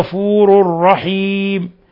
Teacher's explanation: غفور رحيم تنوين ضم جاء بعده الراء إضغام بغير غنة، إضغام بغير غنة، ثم الوقف على الميم من رحيم لا يخفى ما فيها من ثلاثة العارض للسكون.